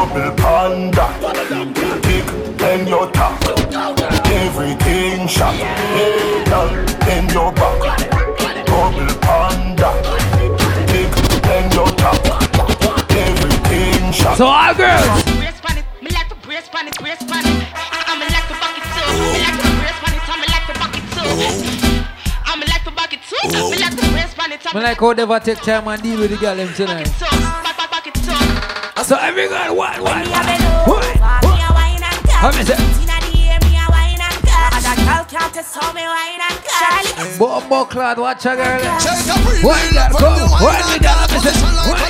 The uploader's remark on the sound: Live Inside San Pedro's #1 Night Club - The Verse Allure For Easter 2023